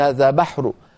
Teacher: فبدل من يقول هذا بحر هكذا مرفوعة يقول هذا بحر، فبدأ صوته ينخفض قليلا عند الوقف